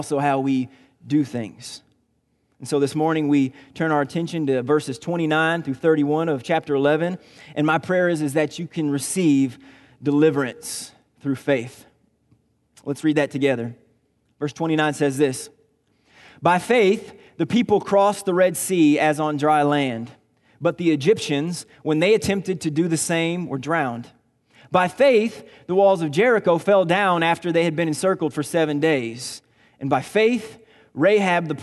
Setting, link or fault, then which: setting, large echoing room